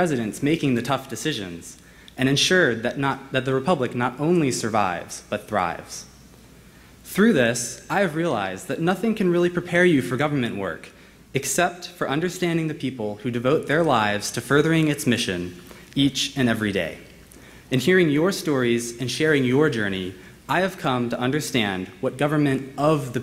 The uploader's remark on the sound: gave remarks during IWP's Commencement ceremony, which took place at the Fairmont Hotel in Washington, D.